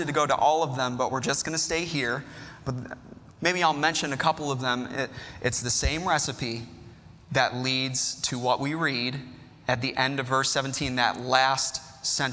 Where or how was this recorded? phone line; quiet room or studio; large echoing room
large echoing room